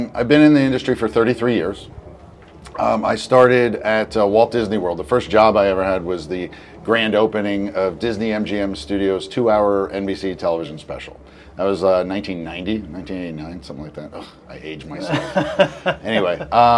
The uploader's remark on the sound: sit down on location at SXSW